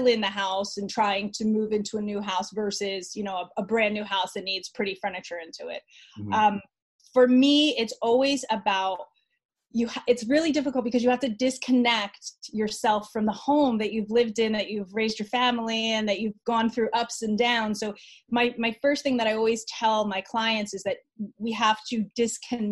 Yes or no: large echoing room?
no